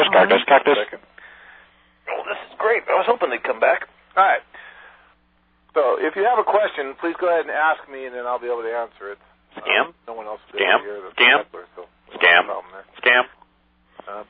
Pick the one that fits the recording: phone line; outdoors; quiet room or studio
phone line